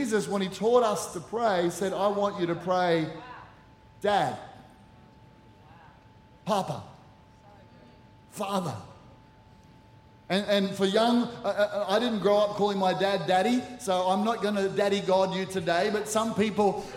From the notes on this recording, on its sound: Recorded during our 9am service on Sunday, the 1st of October 2023.